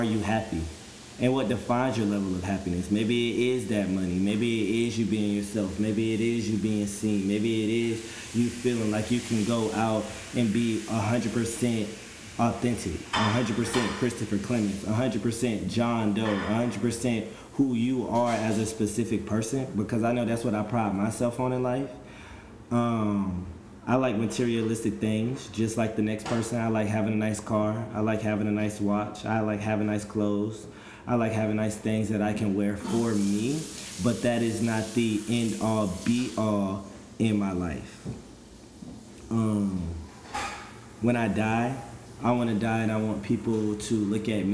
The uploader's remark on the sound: The background noise on this trailer is my roommate/frat brother/line brother that wanted to make the most noise in the world while he was meal prepping for the week.